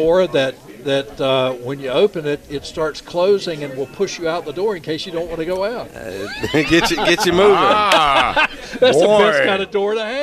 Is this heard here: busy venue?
yes